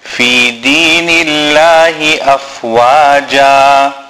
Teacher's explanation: Here Allah Ta'ala's name is empty mouth, because it is preceded by a kasra, or what we call a zair.